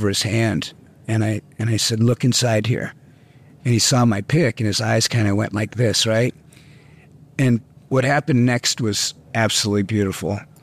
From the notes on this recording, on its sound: In our exclusive ROCK ANTENNE interview at Summer Breeze Open Air 2023.